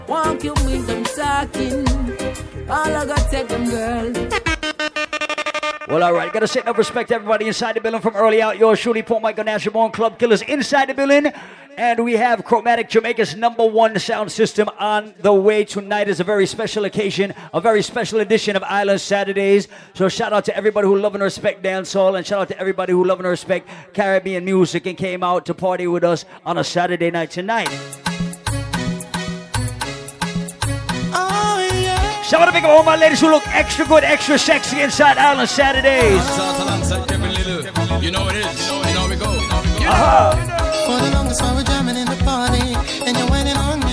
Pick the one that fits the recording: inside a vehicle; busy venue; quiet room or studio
busy venue